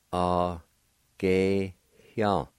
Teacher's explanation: There's a faint H sound between the E and the Y